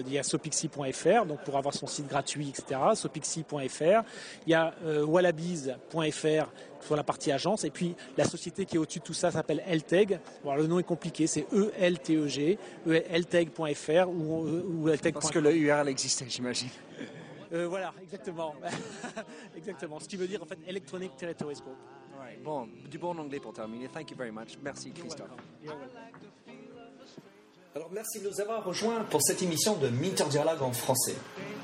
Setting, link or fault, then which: setting, busy venue